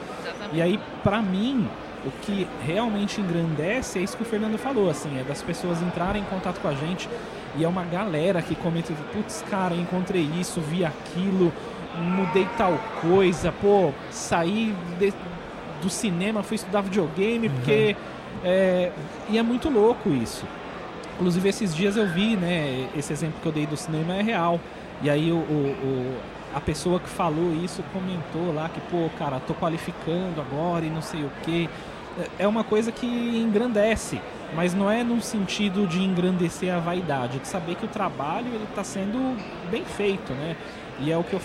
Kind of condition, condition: setting, busy venue